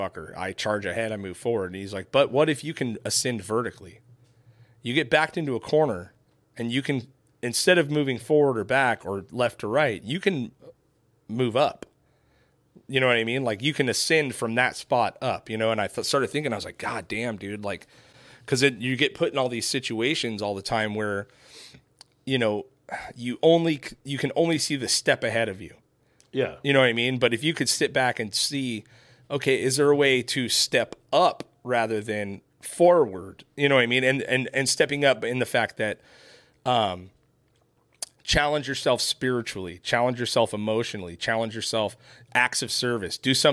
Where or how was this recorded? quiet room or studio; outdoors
quiet room or studio